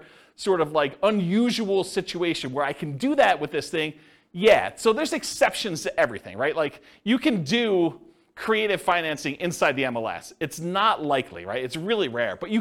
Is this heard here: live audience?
yes